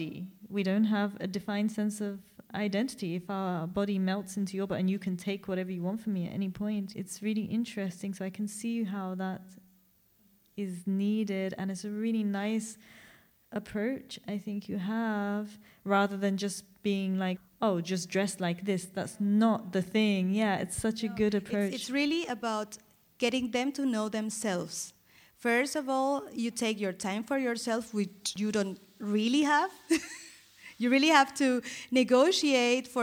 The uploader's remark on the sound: From our live recording at Podfest Berlin.